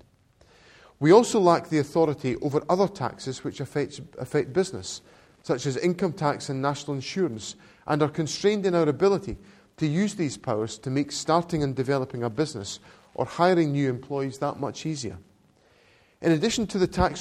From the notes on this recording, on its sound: to an audience of academics and business experts at the Glasgow School for Business and Society